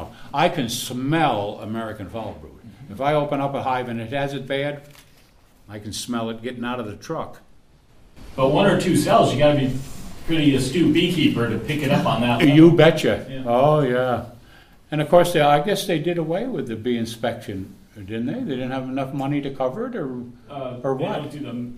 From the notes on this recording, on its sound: This is the question and answer portion of a 2 part recording at the Agroforestry Center in Acra, NY.